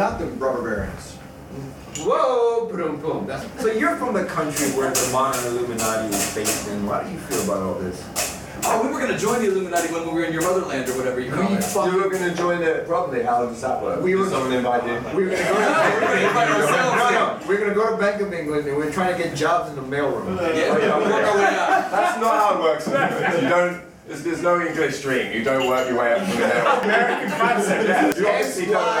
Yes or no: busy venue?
yes